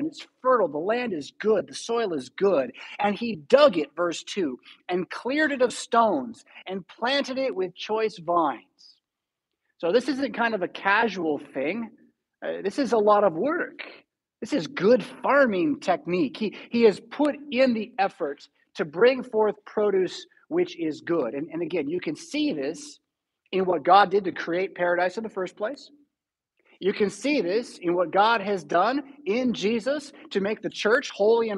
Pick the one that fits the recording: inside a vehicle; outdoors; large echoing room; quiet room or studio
large echoing room